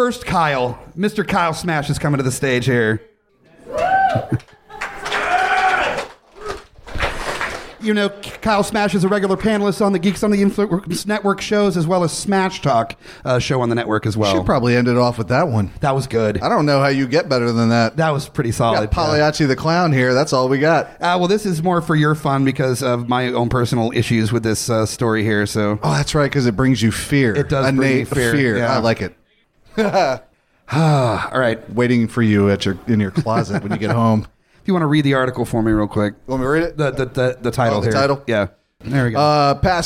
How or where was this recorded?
busy venue